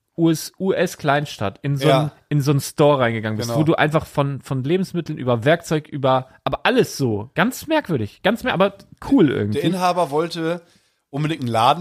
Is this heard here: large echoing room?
no